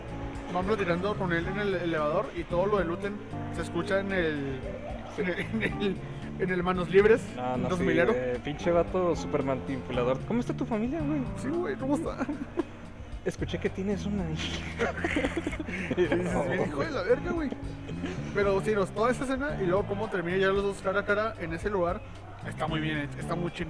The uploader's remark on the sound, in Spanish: Grabado en un Carl’s Jr, afortunadamente aun nos lo permiten.